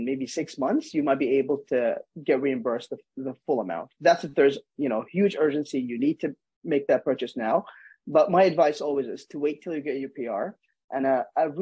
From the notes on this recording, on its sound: This is a recording of a casual Zoom Interview